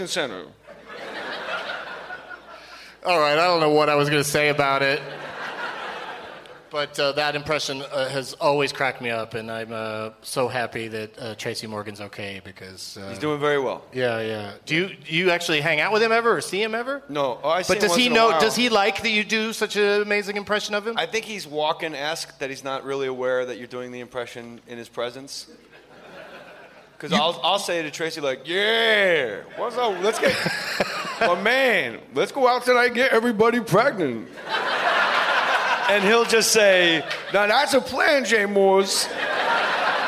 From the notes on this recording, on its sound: Live from the Tempe Improv